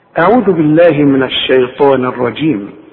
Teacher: الشين دائما في القرآن وانت خدتها مرققة دائما، من الشيطان. الطاء هي مفخمة، والطاء من أعلى الحروف المفخمة لأن بعدها ألف